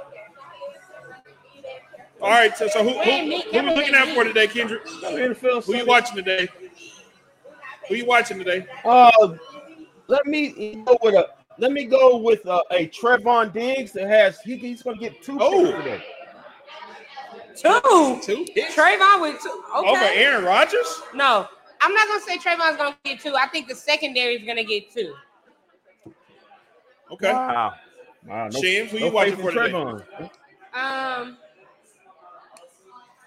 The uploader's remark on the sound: Live from White Rock Ale House